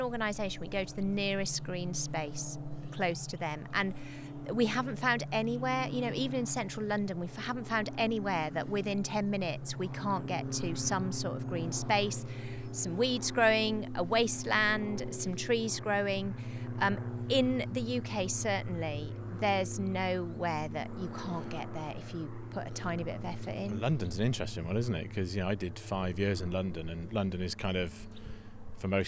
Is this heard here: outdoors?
yes